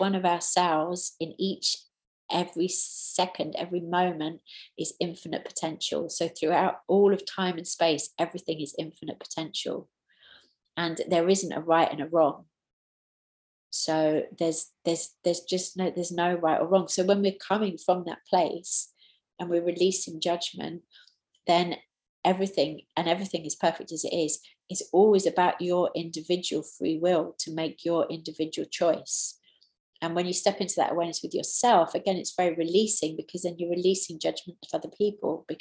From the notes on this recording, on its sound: taken from the New Year Online Retreat